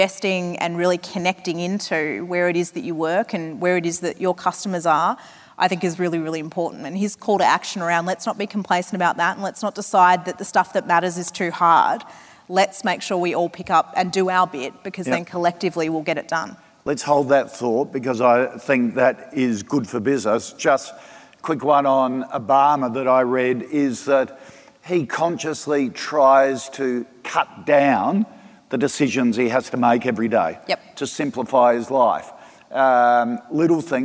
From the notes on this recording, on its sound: From 2018's Flying Solo Live